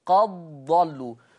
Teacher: الدال الساكنة تضغم في الضاد · Term: بالإدغام